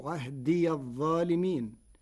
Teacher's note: قرأ ورش كلمتي عهد الظالمين بفتح الياء وصلا فتصير عهدي الظالمين